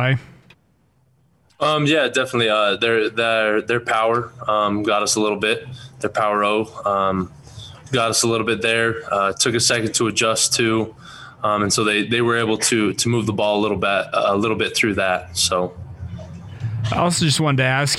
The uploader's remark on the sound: addressed the media Monday in his weekly press conference